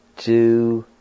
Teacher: there's a slight H sound right before the N in this second part